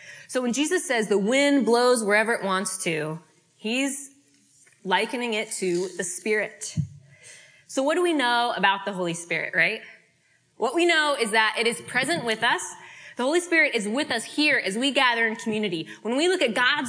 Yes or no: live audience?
yes